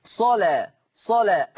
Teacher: اللام مفتوحة ومسبوقة بصاد مفتوحة. إذن حكم اللام التغليظ قولا واحدا